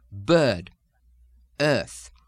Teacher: Now, the first one is the medial ER, as in bird and earth, which in the general southern dialect simply drops out to bird, earth. It's almost like a German umlaut sound with the lips coming forward, very similar to the British sound.